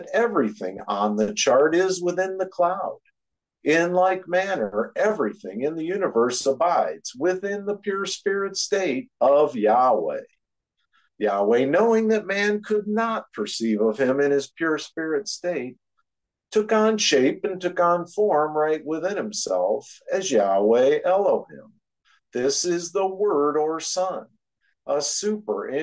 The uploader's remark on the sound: Oceanside Zoom Class.